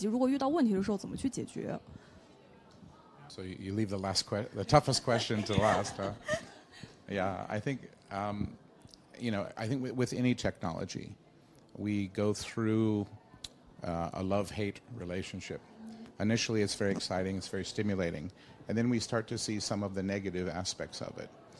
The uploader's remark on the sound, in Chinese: 在 UCAN 2019 阿里巴巴设计大会的现场